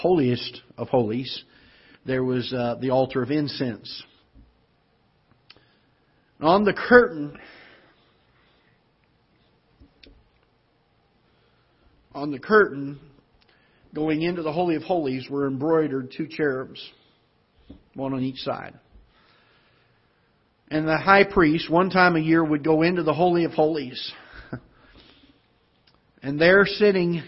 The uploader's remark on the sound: Ketha Heights Baptist Church ~ Live Broadcast.